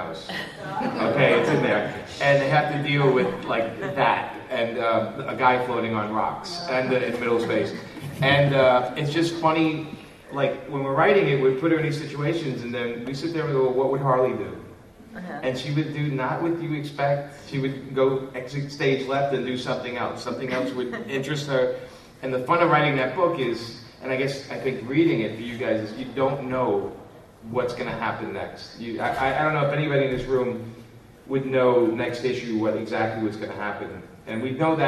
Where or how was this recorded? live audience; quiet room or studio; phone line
live audience